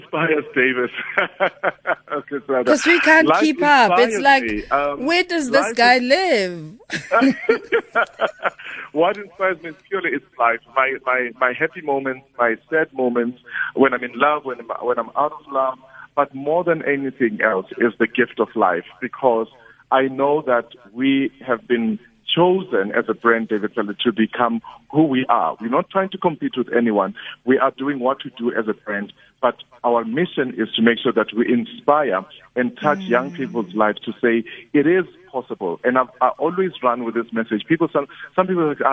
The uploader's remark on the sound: GUEST (phone)